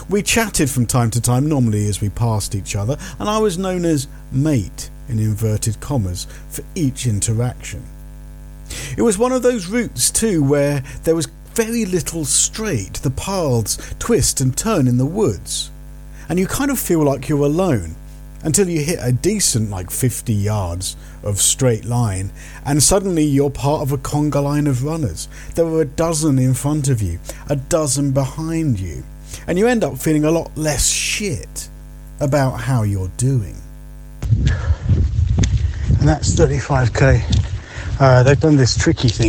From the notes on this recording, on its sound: North Downs Ridge. I needed to plug my laptop in whilst recording, creating an annoying electric hum I couldn't remove.